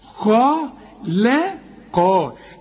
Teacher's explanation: القاف مفخمة وقبلها الخاء مفخمة